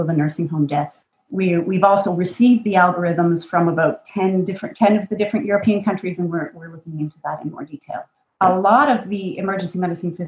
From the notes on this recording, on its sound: Podcast edited from a live webinar